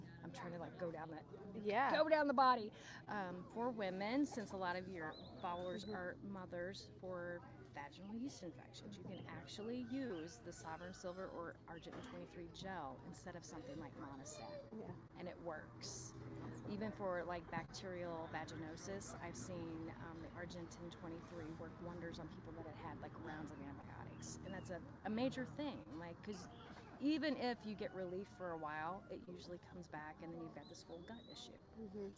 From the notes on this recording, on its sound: on location at Goody Farms in Joplin, MO